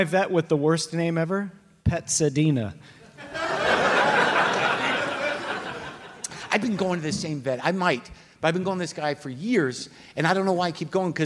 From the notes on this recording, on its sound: Live from the Now Hear This Festival